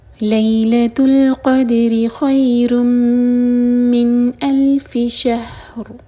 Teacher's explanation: را ساکن ہوگا ہیوی کیونکہ اس سے پہلے ہے فتح شین پر شہر تو را ساکن کو منہ بھر کر پڑھیں گے شہر تو نہ ہاں پر جھٹکا ہے اور نہ ہی را پر.